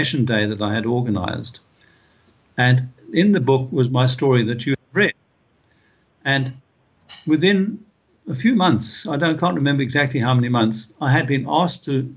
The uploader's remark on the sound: This interview was done via Skype